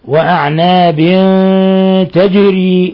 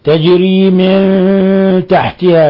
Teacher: قلقلة الجيم لسكونها لأنها من حروف قطب جد الخمسة التي تقلقل إذا سكنت